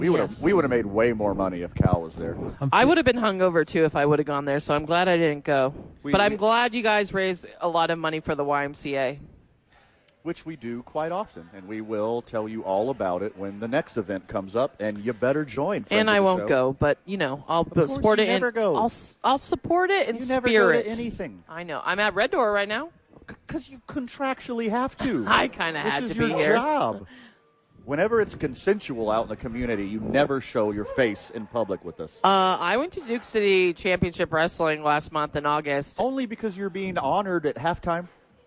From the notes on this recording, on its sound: live from Red Door